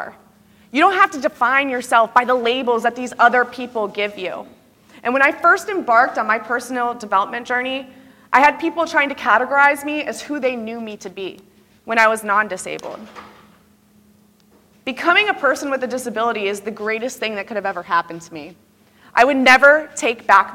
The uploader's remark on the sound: I gave a keynote at the 2023 NENA Conference